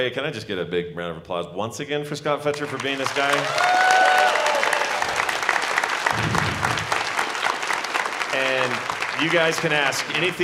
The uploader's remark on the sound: The Last Dragon at Nerdtacular 2017. Our Nerdtacular 2017 live episode!